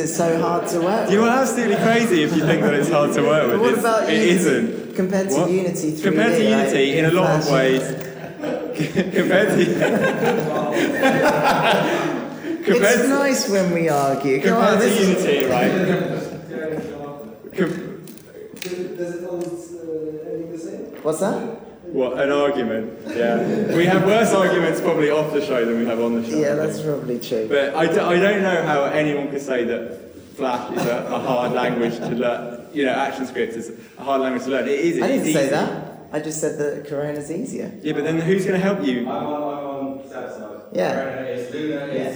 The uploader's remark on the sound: Live from Flash on the Beach!